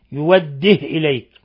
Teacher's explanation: قرأ يوده بإسكان الهاء وحذف الهمزة، يوده إليك، وطبعا لما يسكن الهمزة لا يكون هناك مد.